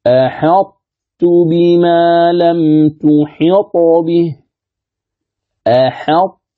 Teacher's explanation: يحصل إدغام الطاء في التاء، إذن فتصير تاء مشددة لكن تبقى صفة الاستعلاء